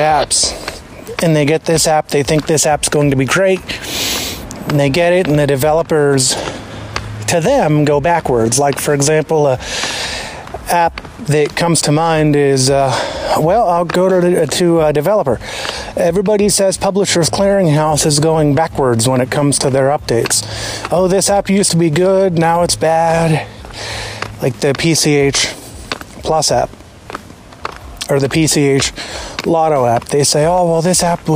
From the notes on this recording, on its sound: I then airdropped the file from my ipad to my iphone and am now uploading it via my phone. We went from my apple watch to my apple ipad to my apple iphone. I don't know how different it will sound when it is all said and done compared to the Garageband productions. We'll continue using Hokusai until we hear otherwise.